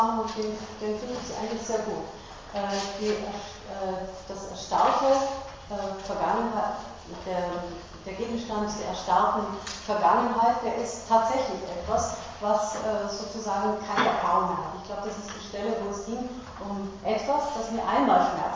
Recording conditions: large echoing room